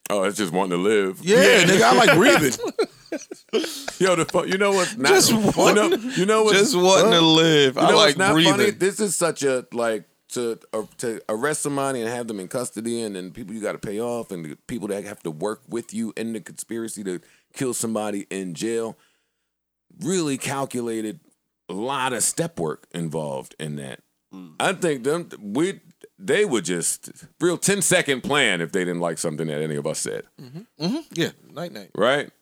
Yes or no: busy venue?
no